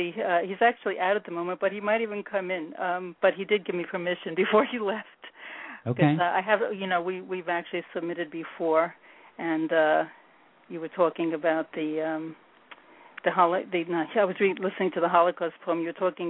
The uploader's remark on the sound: A couple of poets who had poems in the Poetry Super Highway's recent Holocaust Remembrance Day issue also called in to read their work.